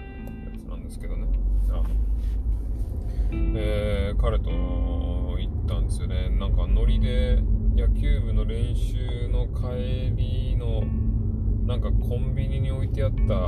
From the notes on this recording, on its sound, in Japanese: 車の中で車の話。バイト帰りの車の中で録ってます。スマホをドリンクホルダーに刺して録音したけど声遠くて何いってんだか聞こえません。